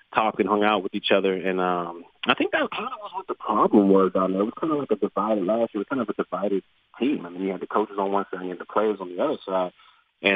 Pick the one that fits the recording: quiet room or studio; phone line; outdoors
phone line